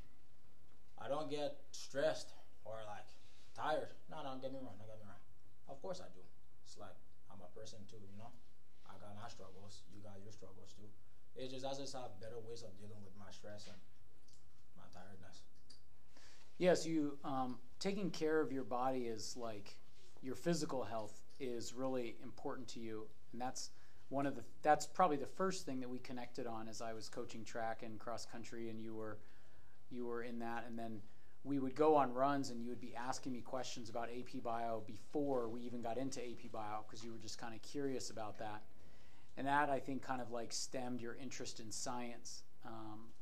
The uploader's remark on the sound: The audio is unbalanced in this episode. Forgive the varying levels of sound.